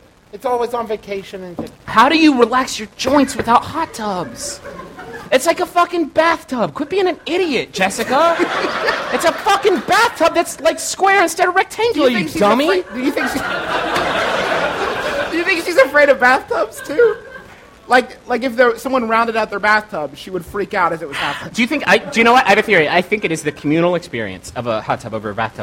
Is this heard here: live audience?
yes